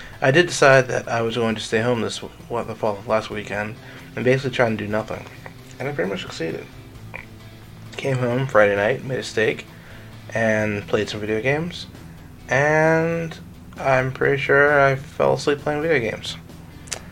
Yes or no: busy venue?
no